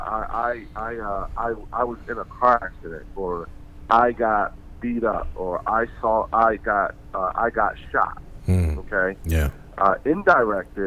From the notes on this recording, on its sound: Joined on the phone. Phone is whack.